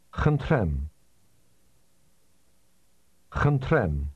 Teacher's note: This word begins with a sound that is similar to the English H, but it's pronounced with a lot of breath.